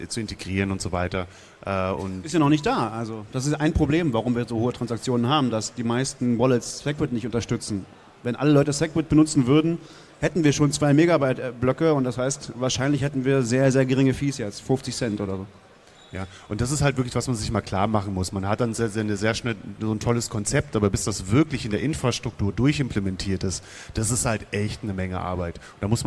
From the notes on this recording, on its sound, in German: Live auf der Bühne in Bild und Ton auf dem 34C3 hier in Leipzig Ende vergangenen Jahres aufgenommen. Nun scheint die Postproduktion der Aufnahmen vom 34C3 abgeschlossen.